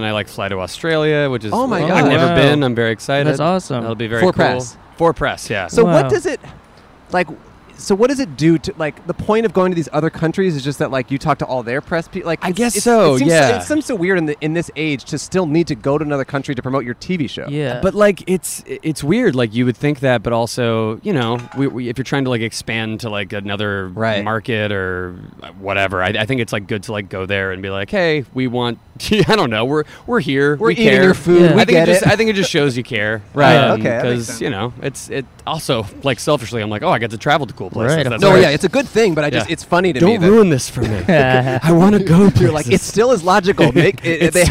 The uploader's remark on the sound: Recorded 5/31/2022 outside the Dixie Hollywood in Los Angeles.